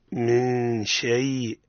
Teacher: هنا الياء رخوية ولينة تستغرق زمن